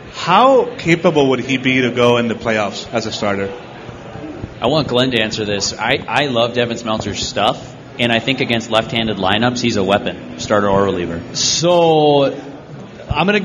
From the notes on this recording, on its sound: Live from Modist Brewing this week. Questions from the audience!